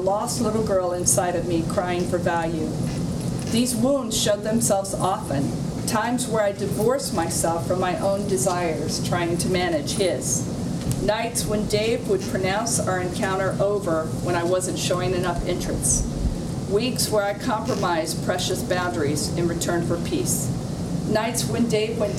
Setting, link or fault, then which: setting, live audience